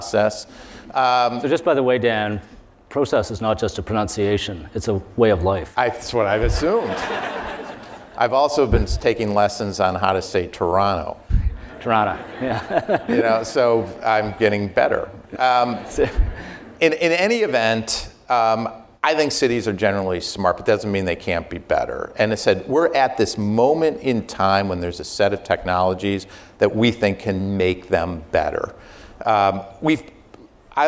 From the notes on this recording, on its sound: live RBCDisruptors event